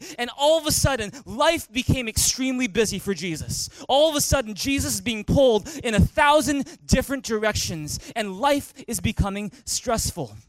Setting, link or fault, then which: setting, large echoing room